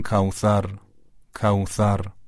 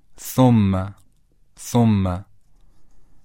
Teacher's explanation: یه مقدار نوک زبان اون بین دندونهای بالا و پایین قرار بگیره، حرف سه نقطه به راحتی تلفظ میشه. مثلا کوثر به جای کوثر، نوک زبان یه مقدار که از بین دندونها بیاد بیرون تلفظ درسته.